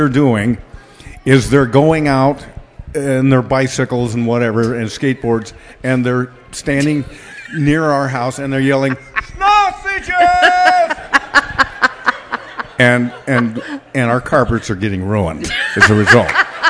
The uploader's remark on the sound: Part 2 of the live 100th Episode Taping Party